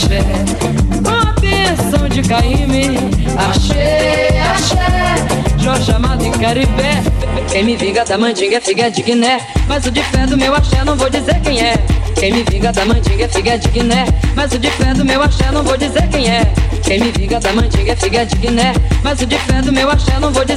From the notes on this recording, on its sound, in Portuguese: Set gravado ao vivo na edição de Baile da Espuma Pilantragi na casa das Caldeiras em Janeiro/2020.